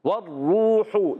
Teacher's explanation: واؤ مدہ ہو ہونٹ ہمیشہ گول ہو جائیں گے